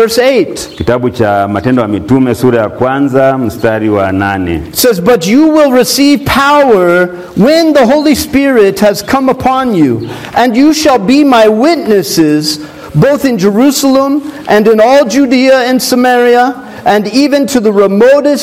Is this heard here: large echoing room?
yes